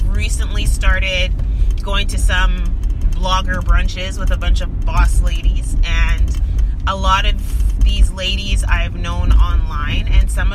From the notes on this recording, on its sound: Just me chattin about relationships from my car!